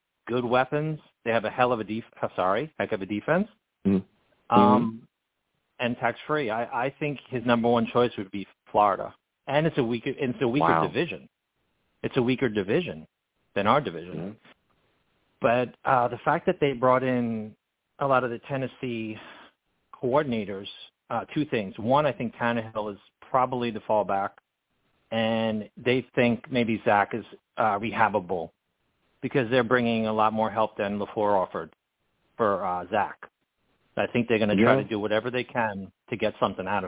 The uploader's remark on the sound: I take live callers!